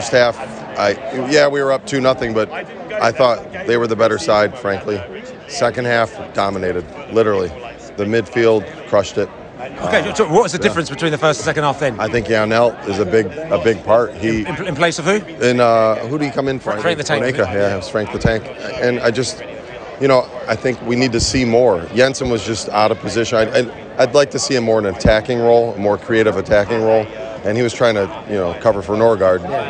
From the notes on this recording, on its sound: Brentford US Tour. Post-Match Washington podcast from the stands.